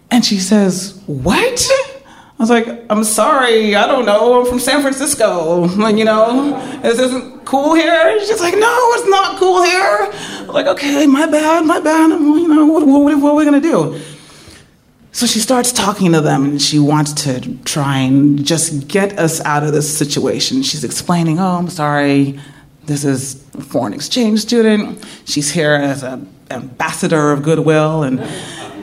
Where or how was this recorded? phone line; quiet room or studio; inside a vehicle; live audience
live audience